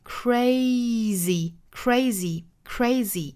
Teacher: 一定要注意单词尾部的这个 y 呢是要发成长音 e，也就是那个紧张音小写的 i 的那个发音